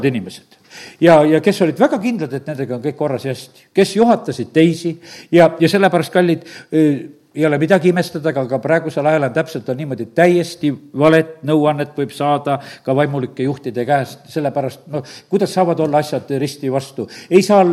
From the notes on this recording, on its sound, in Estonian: Audio salvestus koosolekult